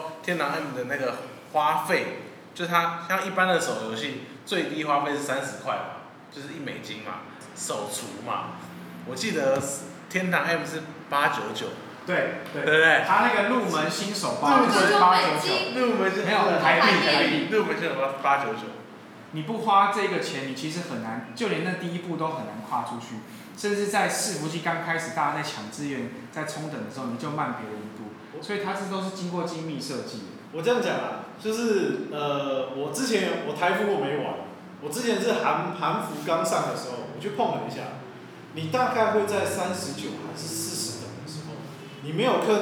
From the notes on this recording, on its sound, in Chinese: 錄音以及內容問題前面幾集還在試錄跟摸索，請大家多多見諒喔